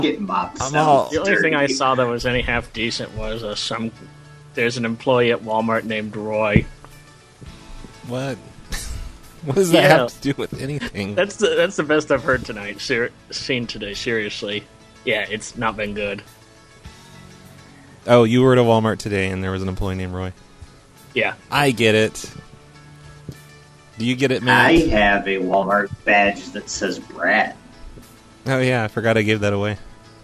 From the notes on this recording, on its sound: Prank Phone Calls